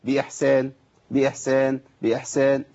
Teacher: باحسان، انا ببالغ شويه عشان ابين لك الحاء، باحسان. ايوه الحاء لا تخرج الا ببحه صوت